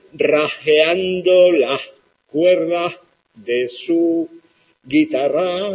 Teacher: la aspiración de la S implosiva, que es un fenómeno muy general